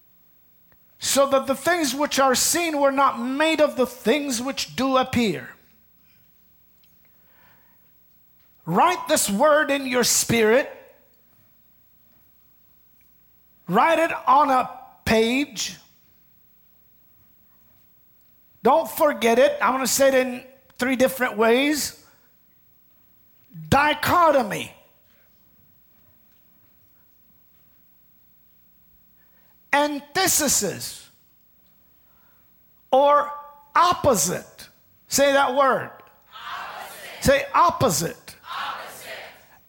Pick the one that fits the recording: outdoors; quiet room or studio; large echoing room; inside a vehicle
large echoing room